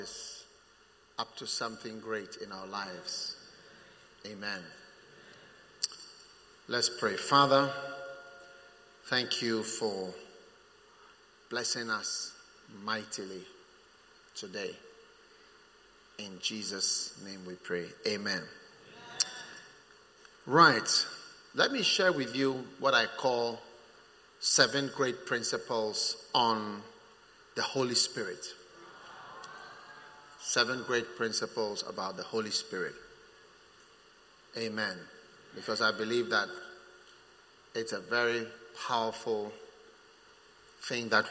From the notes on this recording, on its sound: Preached at the First Love Center, Accra.